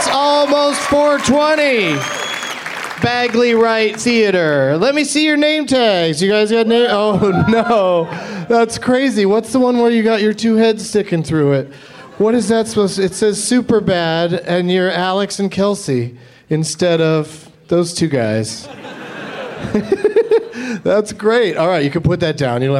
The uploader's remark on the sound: Live from the Bumbershoot Festival in Seattle, WA.